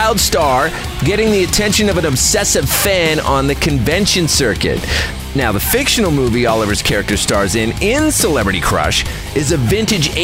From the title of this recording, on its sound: Live at Propstore